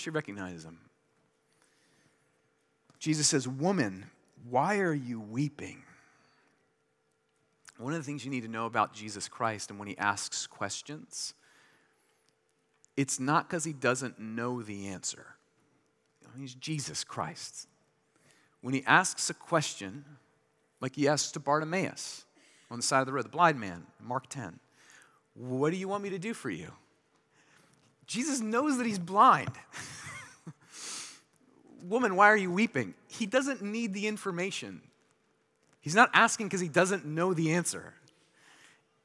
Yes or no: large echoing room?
yes